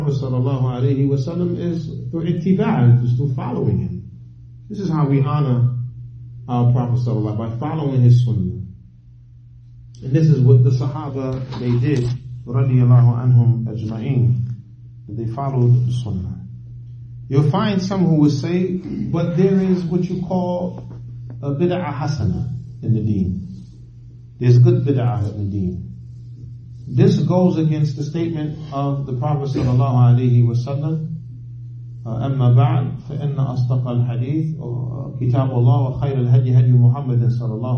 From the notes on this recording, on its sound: Lecture given at Masjid Nur Allah, Queens, NY